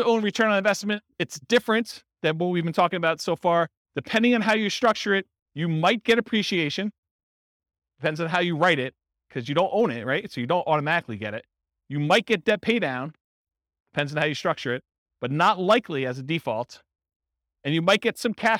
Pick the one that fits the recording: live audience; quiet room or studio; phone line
live audience